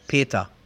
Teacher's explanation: la ER se convierte en una A también al final de una palabra